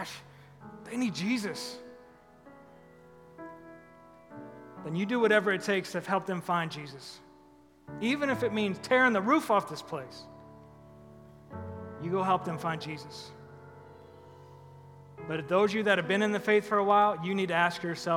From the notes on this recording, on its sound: Recorded live at The Fellowship at Two Rivers on August 29, 2021.